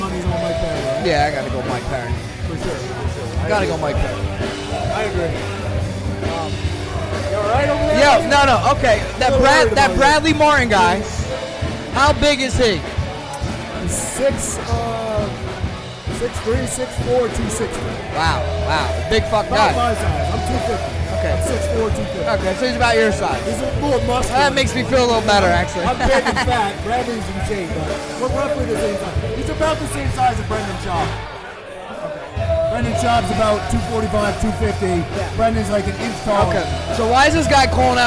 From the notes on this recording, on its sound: we are broadcasting live from Beacon 70 in Brick, NJ